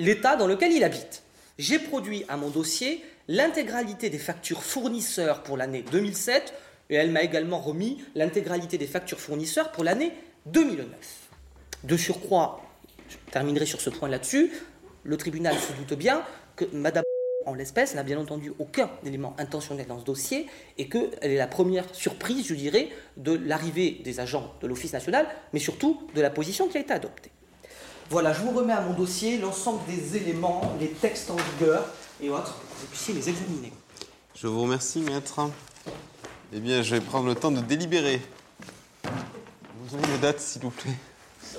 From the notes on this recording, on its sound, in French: Exceptionnellement, l’enregistrement des audiences que vous allez entendre a été autorisé. Adapté de la série documentaire audiovisuelle « En direct du tribunal », produite par Morgane Production.